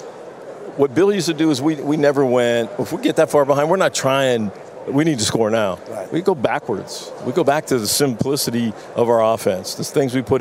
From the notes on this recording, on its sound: LIVE FROM RADIO ROW.